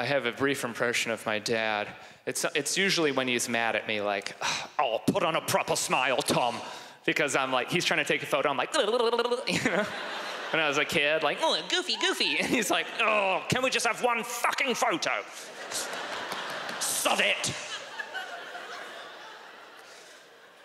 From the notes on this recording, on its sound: stand up from the Just For Laughs Festival in 2015